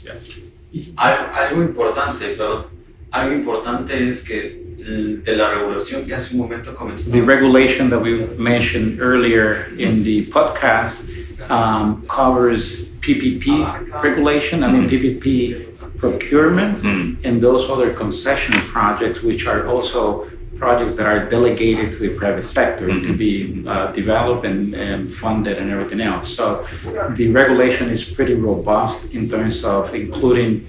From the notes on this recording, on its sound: recorded at last week’s Inter American Development Bank conference – PPP Americas – in Panama